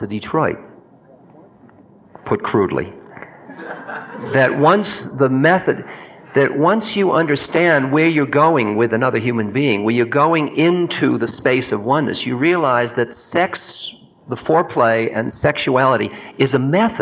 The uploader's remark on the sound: Q&A session from 1989.